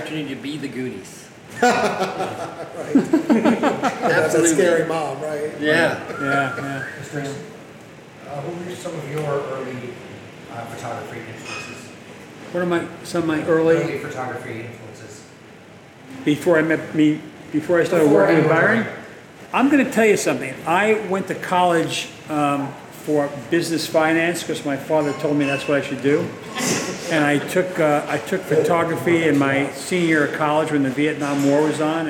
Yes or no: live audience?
yes